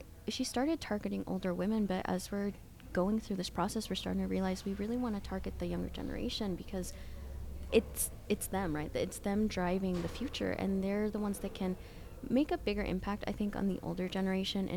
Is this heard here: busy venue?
yes